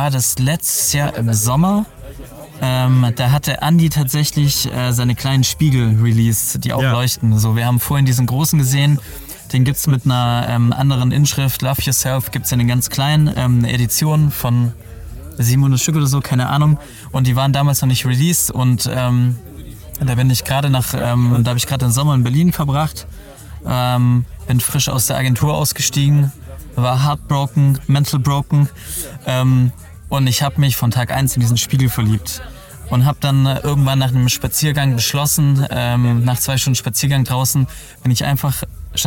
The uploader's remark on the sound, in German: Live beim Gallery Weekend